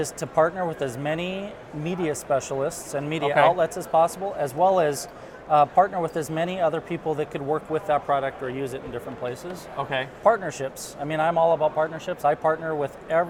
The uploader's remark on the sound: We are coming to you live from IMTS 2016! Our IMTS TV studio.